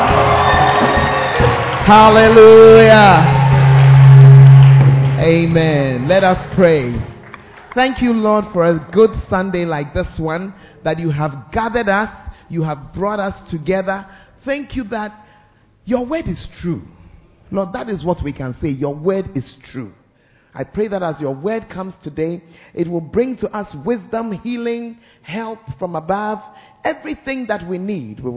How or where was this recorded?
large echoing room